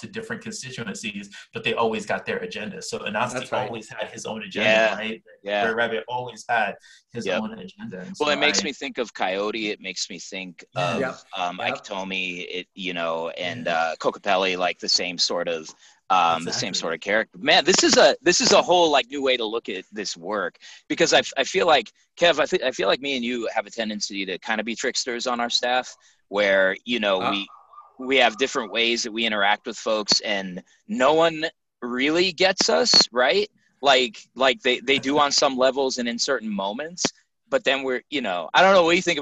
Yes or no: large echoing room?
no